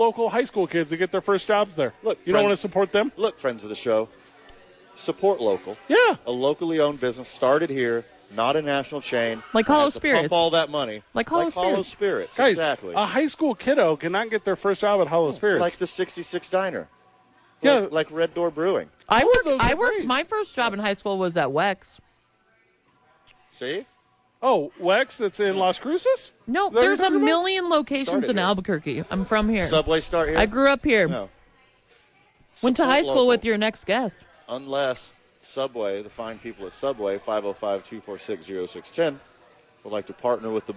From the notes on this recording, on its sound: live at Hollow Spirits